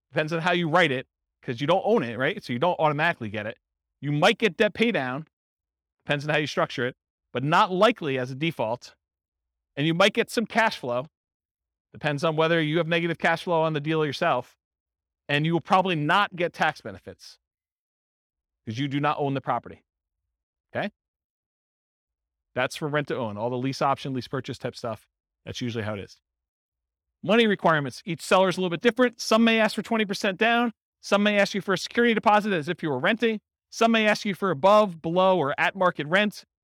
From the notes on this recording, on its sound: In Huntington Beach, California. This was a live class recorded. The live in-person version.